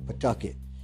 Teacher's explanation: They kind of make a rush of that first syllable, and they de-emphasize the W.